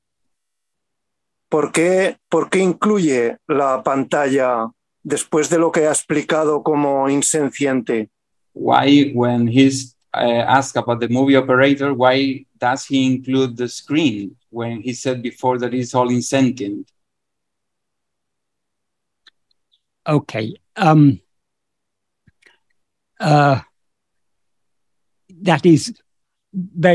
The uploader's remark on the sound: In a Zoom meeting with ‘Yo Soy Tu Mismo’ (a group of Spanish devotees of Bhagavan Sri Ramana).